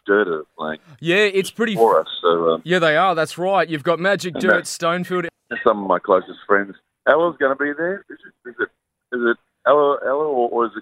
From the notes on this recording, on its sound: got on the phone